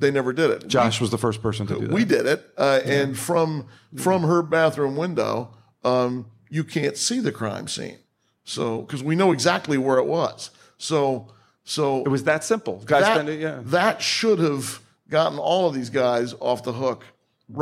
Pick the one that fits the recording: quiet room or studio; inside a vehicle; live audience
live audience